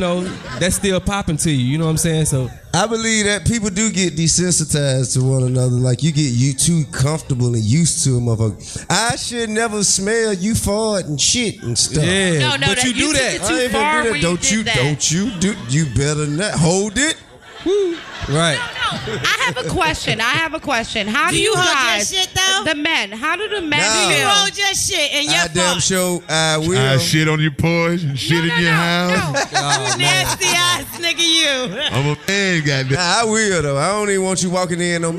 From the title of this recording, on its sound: Live From The Highline Ballroom